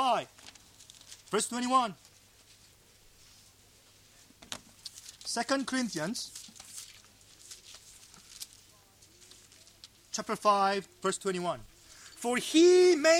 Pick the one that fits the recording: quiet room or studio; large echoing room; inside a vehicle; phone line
large echoing room